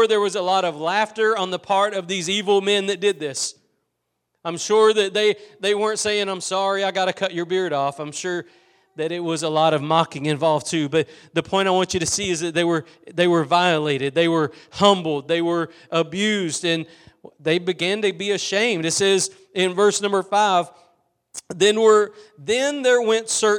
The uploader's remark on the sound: Preached at Gospel Lighthouse in Bossier City, La.